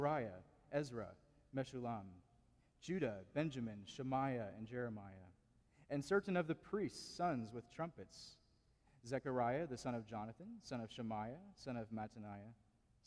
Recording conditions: large echoing room